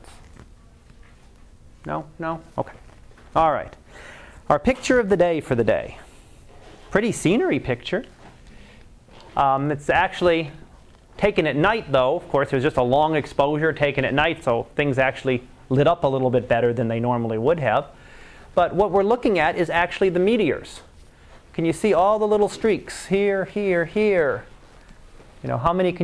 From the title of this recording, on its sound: Live Class Lecture